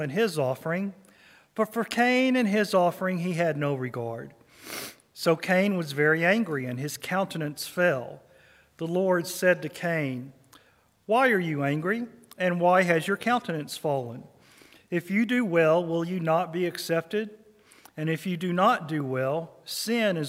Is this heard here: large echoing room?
yes